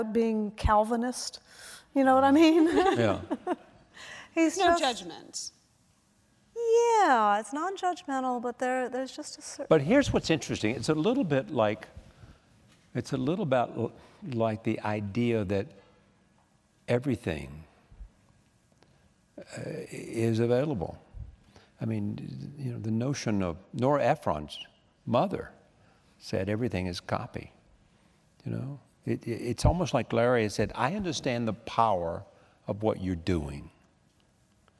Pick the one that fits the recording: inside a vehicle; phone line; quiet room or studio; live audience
live audience